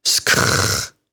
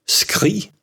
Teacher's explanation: SKR-lyden udtales som SGR og siges skr, for eksempel skri.